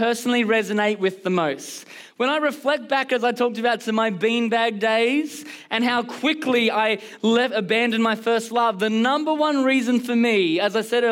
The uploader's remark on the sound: Recorded during our Melbourne service on Sunday, the 23rd of July 2023.